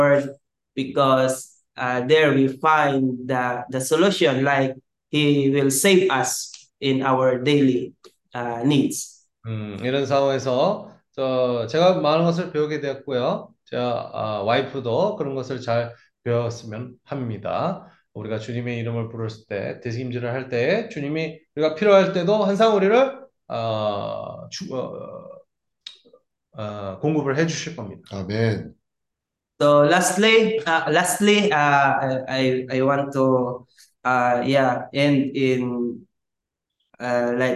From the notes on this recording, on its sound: Zoom meeting Wednesday.